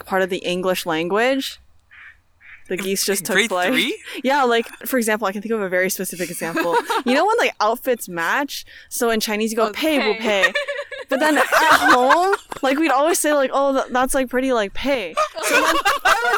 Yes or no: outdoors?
yes